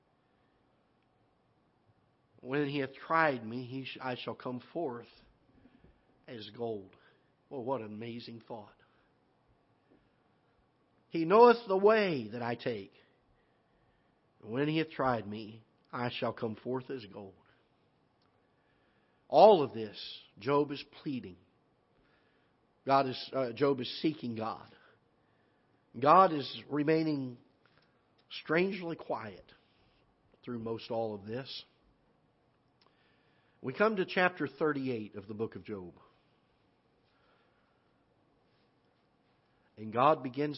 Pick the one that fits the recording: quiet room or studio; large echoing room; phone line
large echoing room